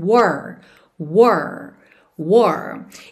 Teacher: Começando só pelas três primeiras letras, W-O-R. Esse R vai ser o R da porta com a perna esquerda, tá? Um R enrolado.